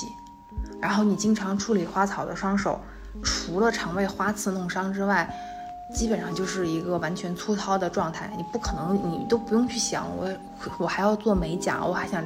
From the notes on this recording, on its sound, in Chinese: 坐在沙发一角，分享那段特殊的经历。因为放松和第一次单人录制，所以收声上或许还有杂音。节目中小风铃音效。